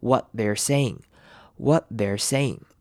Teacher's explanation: 因为它是 t 结尾的字，所以我们会把 t 省略